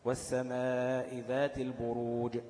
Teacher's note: بمجرد نطقك بالجيم ايه انقطع صوتها · Term: الشده